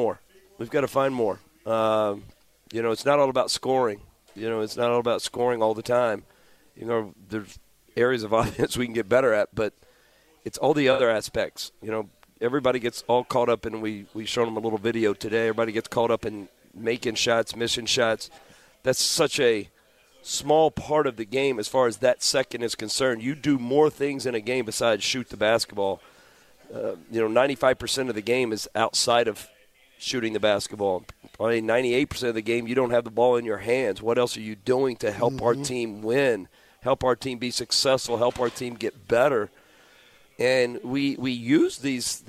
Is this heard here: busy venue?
yes